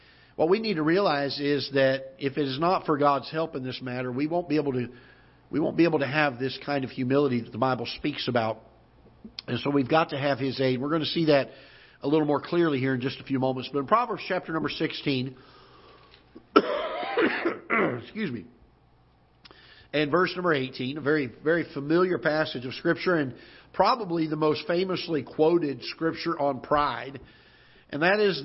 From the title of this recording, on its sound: Ketha Heights Baptist Church ~ Live Broadcast